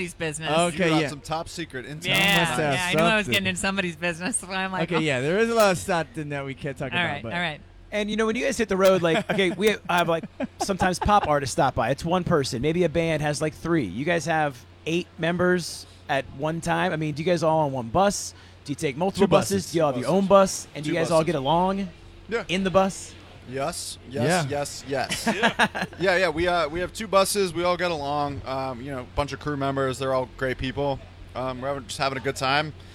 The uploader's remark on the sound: The Mix is live backstage at Lollapalooza 2023! Dropped by the Mix tent backstage.